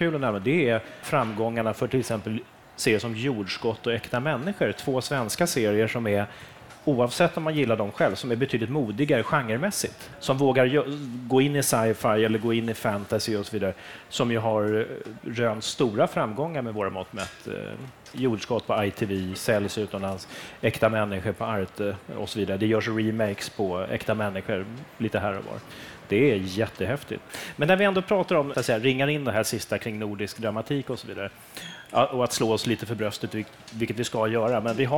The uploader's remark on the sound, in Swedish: För andra gången spelas TV Heads in på plats i Göteborg under filmfestivalen. Under ett lunch-event i festivaltältet.